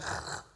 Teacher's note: في الخاء اهتزاز كثير، ألست ترى أنك إذا أردت أن تحك سقف حلقك قلت خ ومددتها؟